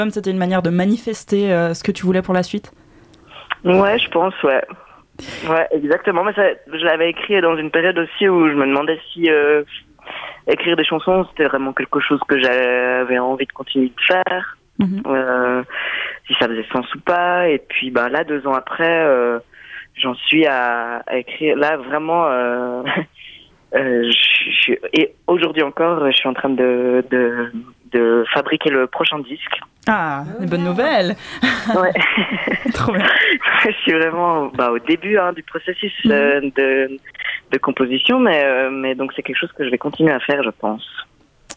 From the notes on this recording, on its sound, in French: Interview téléphonique